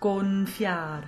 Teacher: In an aria, most Italian coaches suggest to maintain the integrity of both of the consonants, so a real NF